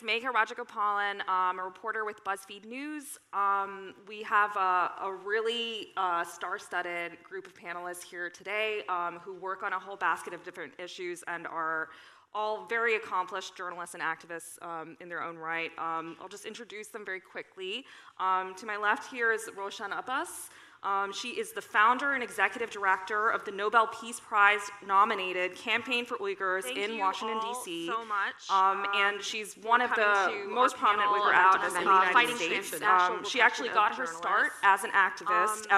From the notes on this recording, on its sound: This panel discussion, recorded at the 2022 Oslo Freedom Forum